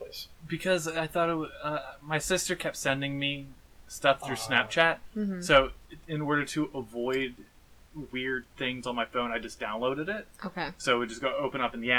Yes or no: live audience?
no